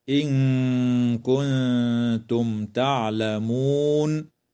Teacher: تخفى النون الساكنة مع الغنة مرققة